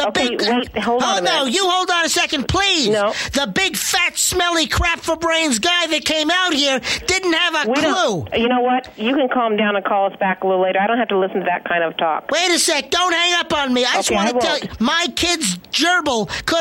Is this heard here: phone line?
yes